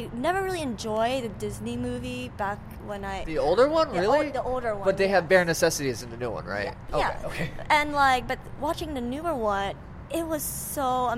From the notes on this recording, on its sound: It was recorded a couple weeks back during Anime Expo on Sunday.